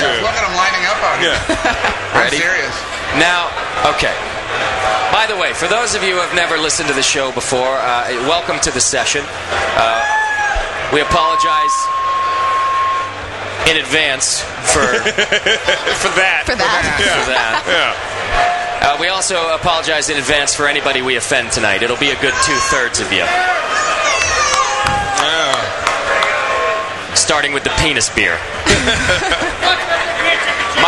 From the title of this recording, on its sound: Live From Club Night 2010